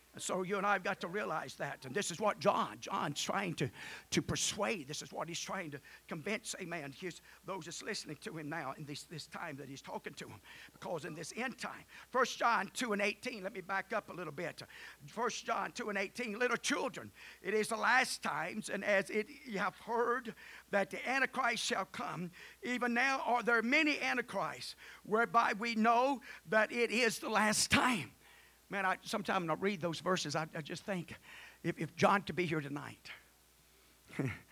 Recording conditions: large echoing room